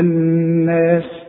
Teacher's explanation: النون المشددة لازم تغن بمقدار حركتين